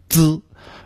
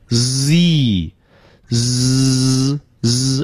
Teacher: 它不能堵住，一开始呢就露出缝隙让气流出来，所以没有爆破音 · Shown in: second take